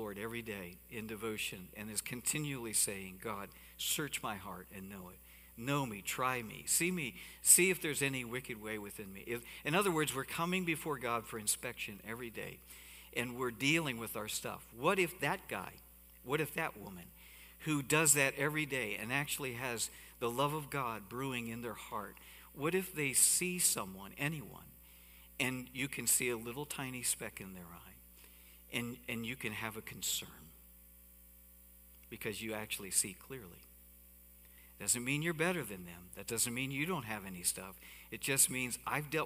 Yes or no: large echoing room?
yes